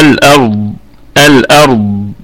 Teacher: ونراعي أيضا مخرج الضاد من مخرجه الصحيح، تمام، من ناحية الأضراس سواء كانت من الناحية اليمنى أو اليسرى، وكمان من حافة اللسان، من حافة ليست من طرف اللسان لكن من ناحية يمين أو شمال، تمام، مع محاذاة الأضراس، يعني من ناحية الأضراس يمين أيضا أو شمال، تمام كده.